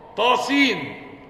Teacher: الاحرف التي في اخرها بعد الالف المد همزة، لا تقرأ الهمزة فلا تمد